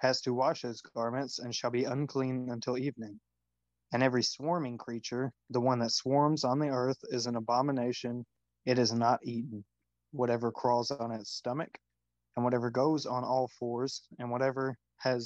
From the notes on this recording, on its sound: Recorded over Zoom.